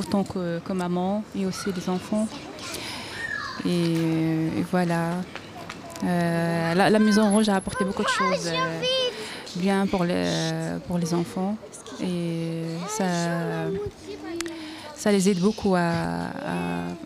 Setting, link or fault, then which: setting, outdoors